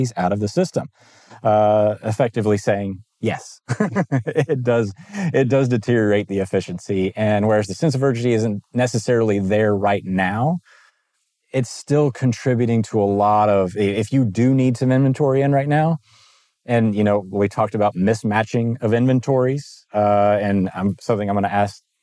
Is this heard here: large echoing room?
no